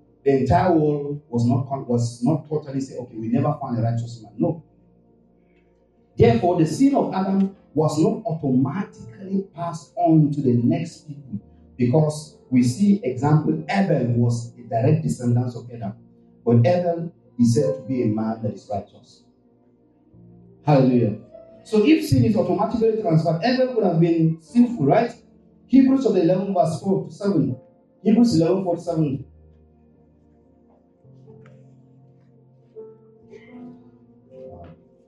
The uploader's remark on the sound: This week's podcast is of low quality because of some technical issues